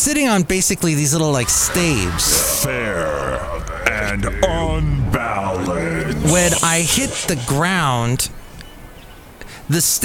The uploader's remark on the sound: podcasts live from Café Anyway